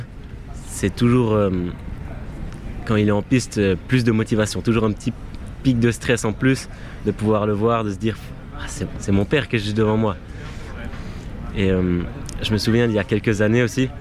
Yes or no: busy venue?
yes